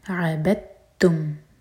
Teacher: تا پر شدہ تو یہاں پر ادغام ہو رہا ہے تو ہم یہاں پر تا پڑھیں گے دال کو بالکل نہیں پڑھیں گے